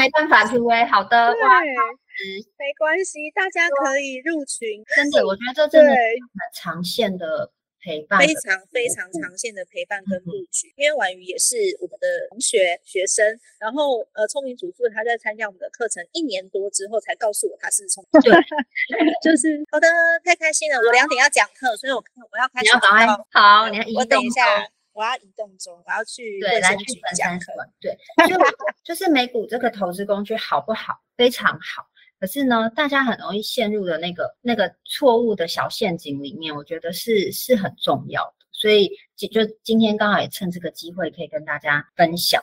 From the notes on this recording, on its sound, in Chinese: Live Talk 語音直播。現場直播回放，音質不好請包涵。